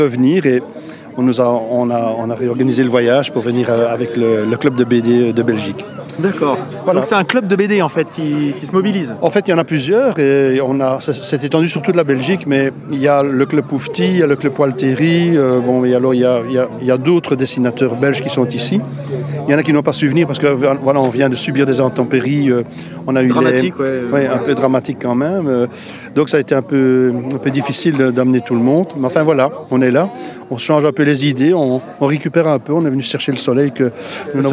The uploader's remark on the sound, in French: L'EntrePod se balade au 19e festival BD de Dieppe 2021. Nous n’avions pas de stand et je suis donc allé réaliser une épisode de « L’EntrePod de balade » en configuration nomade, prêt à dégainer le micro selon les opportunités !